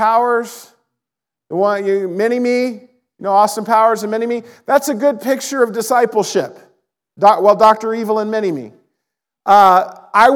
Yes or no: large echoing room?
yes